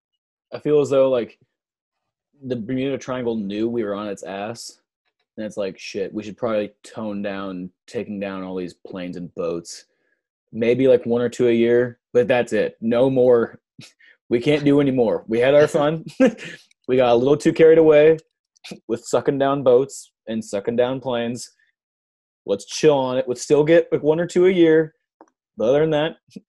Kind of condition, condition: link, video call